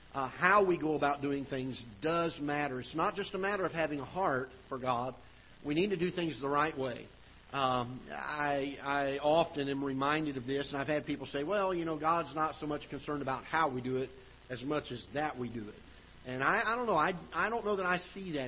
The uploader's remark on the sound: Ketha Heights Baptist Church ~ Live Broadcast